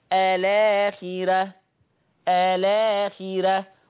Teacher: طيب اللفظ الرابع الآخرة، شوف الهمزة، شوف اللام ساكنة الآخرة، هنقل حركة الهمزة للام فتصير الآخرة الآخرة. · Term: النقل